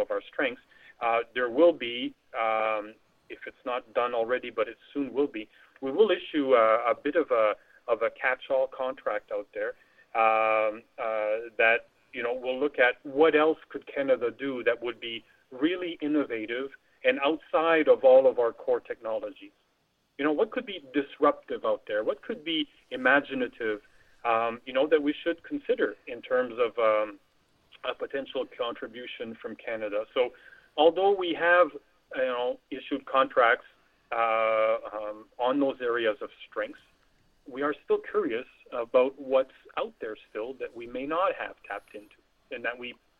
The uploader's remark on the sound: Via telephone.